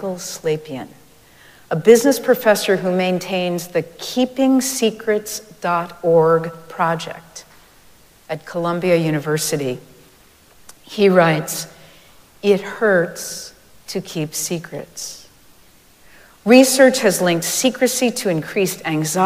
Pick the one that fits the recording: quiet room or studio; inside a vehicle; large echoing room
large echoing room